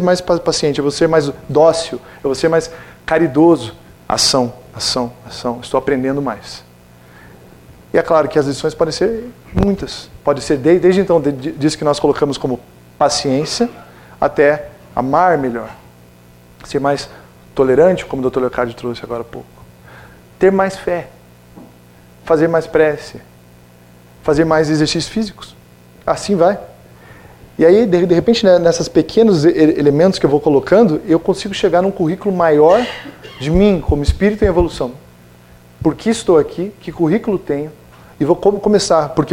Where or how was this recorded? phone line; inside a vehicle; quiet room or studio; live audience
live audience